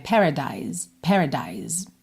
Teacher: No caso de Paradise, a gente termina nesse som de S que acaba soando como um Z, né? Paradise, Paradise, ok?